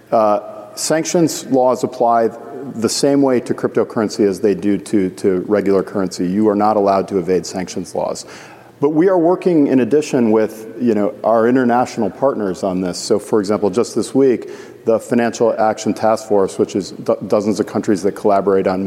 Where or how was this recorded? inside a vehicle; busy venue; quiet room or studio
busy venue